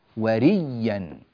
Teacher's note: هذه الهمزة أبدلها الإمام قالون رحمه الله ياء، فصارت الكلمة ريا. ري هذه ياء ساكنة وهذه ياء متحركة.